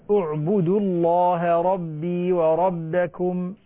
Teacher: وقال المسيح، وقال المسيح يا بني إسرائيل اعبدوا الله ربي وربكم. الواو خلينا نقصر الواو لأنها التقى ساكنان